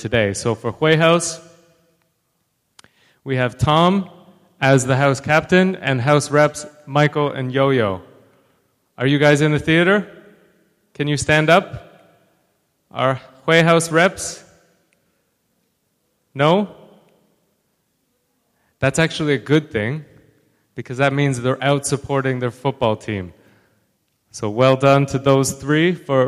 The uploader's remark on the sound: The new WellingTEN assembly performances recorded in the theater on the 22nd of October 2021.